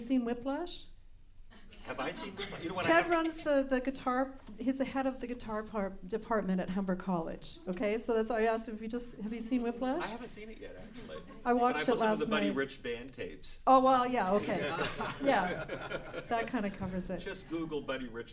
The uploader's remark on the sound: Recorded live, March 7, 2015